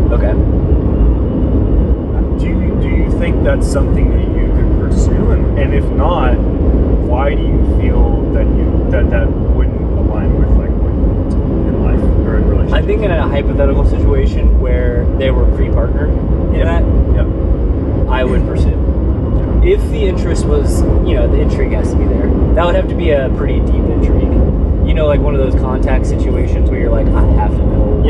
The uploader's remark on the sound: This episode is unedited, unrehearsed, and unfiltered. Apologies for the road noise.